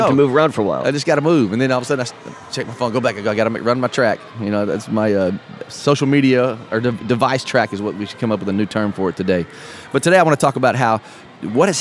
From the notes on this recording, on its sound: Live At Podfest 2017 Day 2